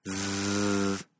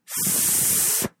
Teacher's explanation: Sentirás una vibración. Z es sonora. · Shown in: first take